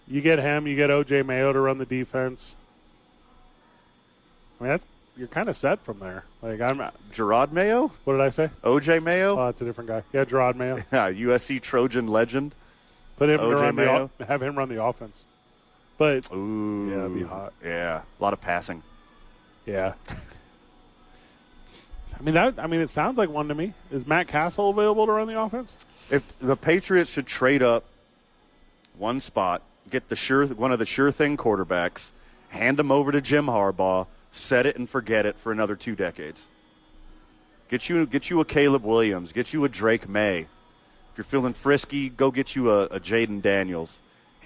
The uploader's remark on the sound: live at Sadies